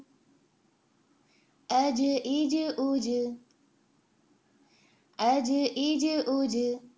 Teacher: سب سے پہلے ہم لوگ دیکھیں گے جیم کو، چوتھا ہی حرف ہے اس شیٹ کے اندر بھی، کہ زبان کے بیچ کا حصہ اوپر تالو کی طرف جاتا ہے، ساکن کرتے وقت باؤنس کی آواز آتی ہے